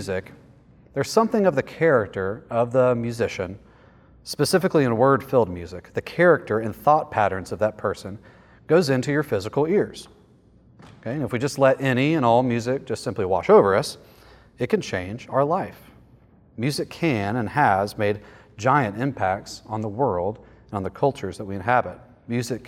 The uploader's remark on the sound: lecture from the 2023 Theopolitan Ministry Conference